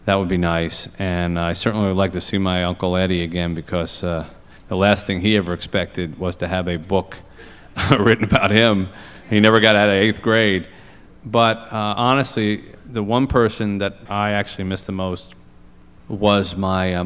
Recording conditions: live audience